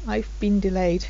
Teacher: It is been, but the sound gets shortened, so it sounds like bin